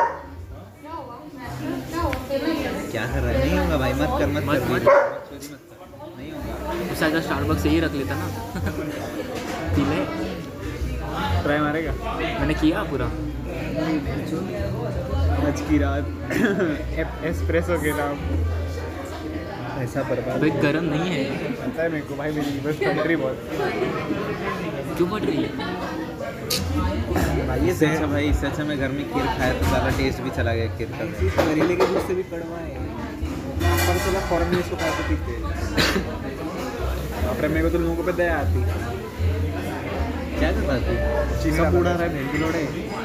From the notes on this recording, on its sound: we recorded our audio into a coffee shop